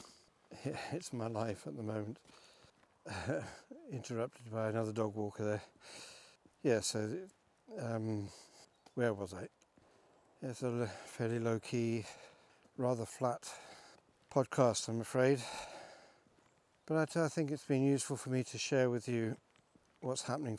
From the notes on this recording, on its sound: Reworded live when walking the dog early one morning around the beautiful Aros Park.